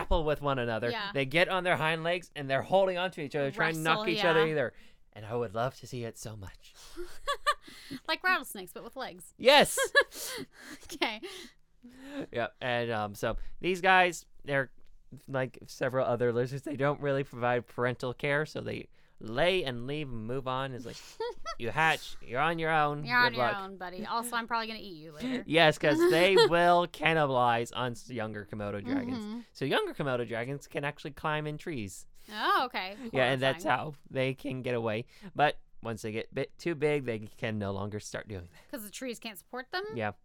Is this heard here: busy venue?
no